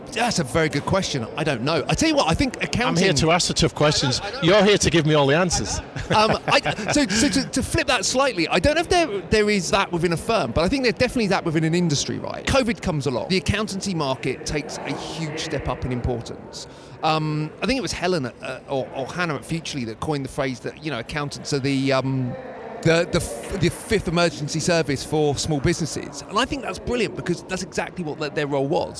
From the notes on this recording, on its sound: We hear more live interviews from the recent International Accounting Forum and Awards 2022 which took place in London recently. AIBN were the official knowledge and broadcast partners of the event. Enjoy the live buzz of the event!